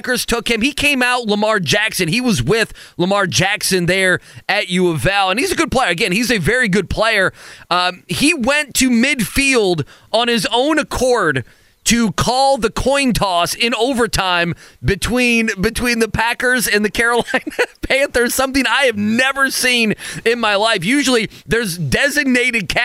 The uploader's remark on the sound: live from a Florida gym